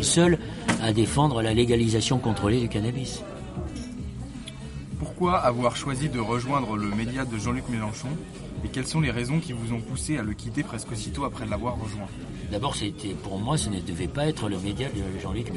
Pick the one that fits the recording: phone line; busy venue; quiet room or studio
busy venue